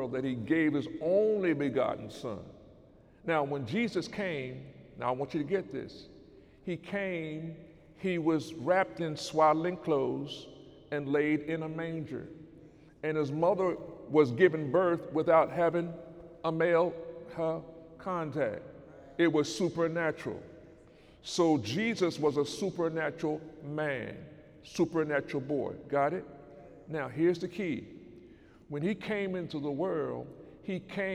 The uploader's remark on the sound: During Sunday morning service on December 23, 2018